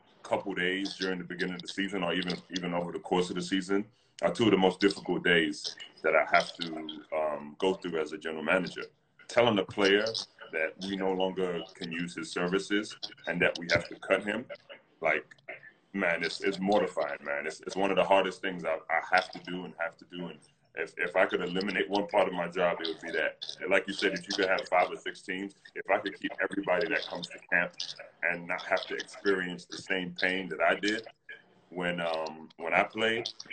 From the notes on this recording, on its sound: Instagram live discussions